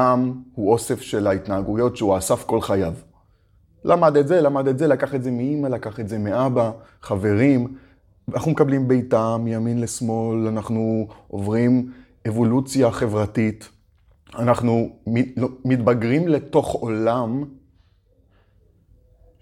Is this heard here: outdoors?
no